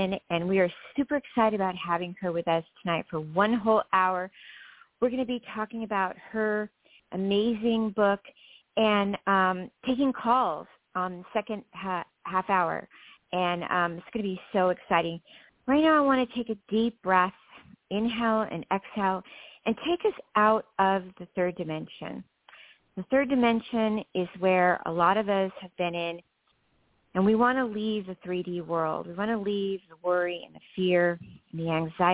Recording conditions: phone line